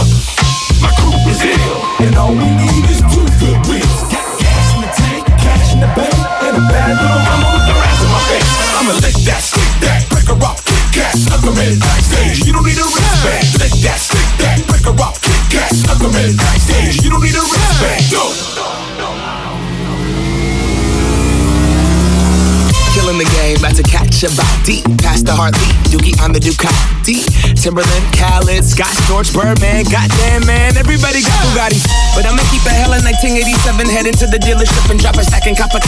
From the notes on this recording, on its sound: Mixed live at 30 Knots Distillery on the West Coast of Australia on a lovely Sunday afternoon!